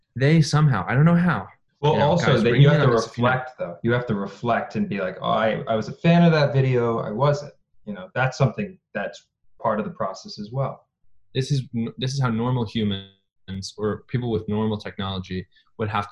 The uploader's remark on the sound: Another zoom ep.